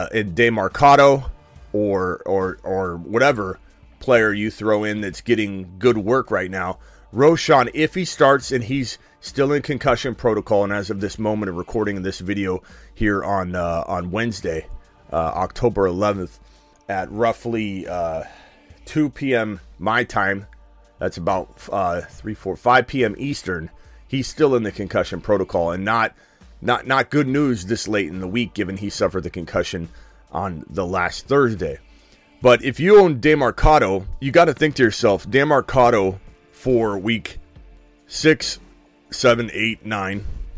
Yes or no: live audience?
no